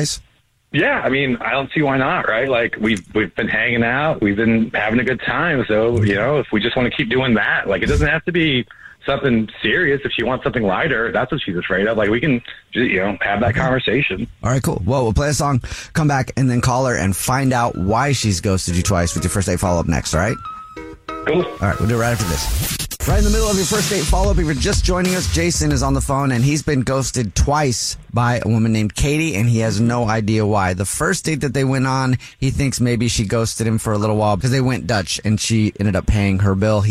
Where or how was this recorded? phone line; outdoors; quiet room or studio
phone line